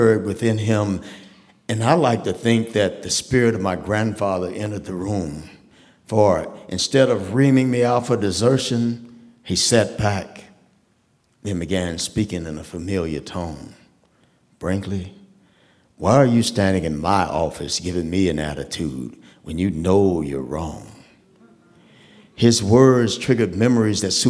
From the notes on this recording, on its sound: The Moth Radio Hour: Live from Dayton. A special live edition of The Moth, brought to you from the Victoria Theater in Dayton, Ohio.